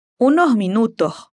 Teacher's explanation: la S va a sonar como un aire que pasa por la garganta